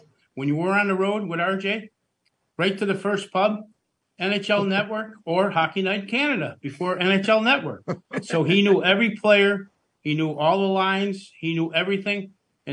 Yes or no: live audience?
no